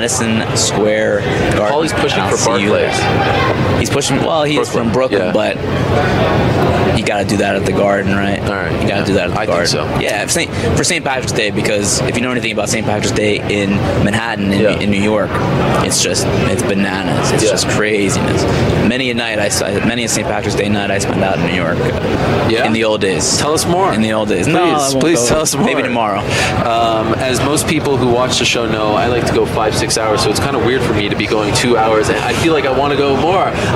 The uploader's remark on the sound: On this special edition of The MMA Hour, live from Las Vegas, site of Mayweather vs.